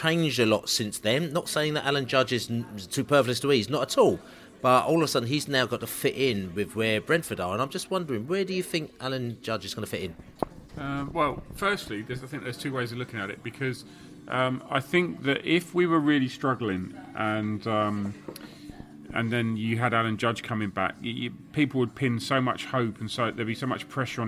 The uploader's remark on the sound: Hull City pre-match podcast from the pub.